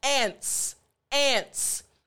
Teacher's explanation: It's kind of laying, you push it up to the roof of your mouth, and then you want air to come over in between your tongue and the roof of your mouth for the S sound